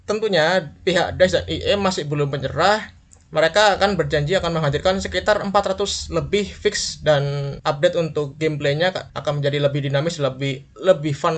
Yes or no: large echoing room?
no